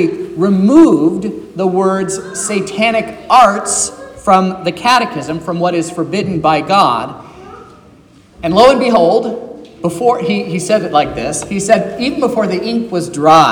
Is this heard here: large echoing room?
yes